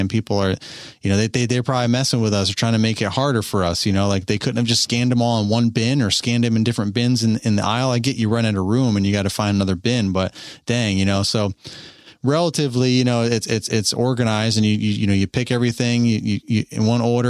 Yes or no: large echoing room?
no